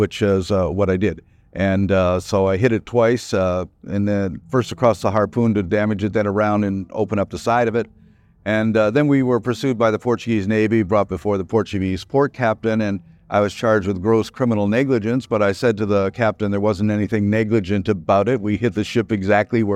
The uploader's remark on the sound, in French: Dans le cadre du Festival Climax. Cet épisode a été enregistré en anglais. Interview tournée pendant le festival Climax, à Darwin.